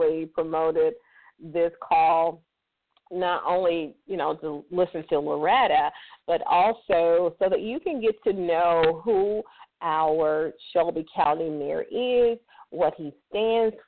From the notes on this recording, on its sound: a live call in lifestyle show